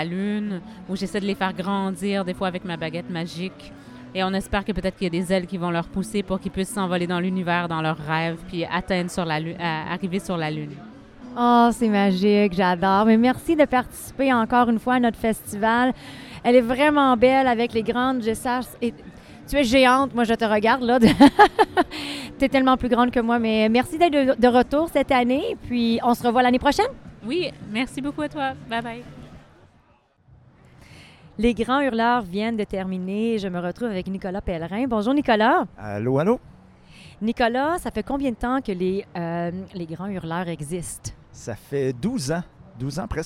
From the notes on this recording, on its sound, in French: En direct du Festival du Bois 2023! Écoutez des entrevues avec les musiciens, artisans, spectateurs et bénévoles.